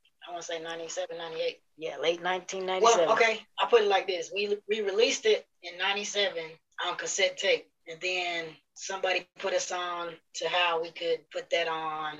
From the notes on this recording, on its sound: There are some audio difficulties so please be forgiving!